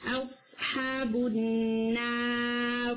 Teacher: را کو ہیوی کر کے اسٹاپ کریں گے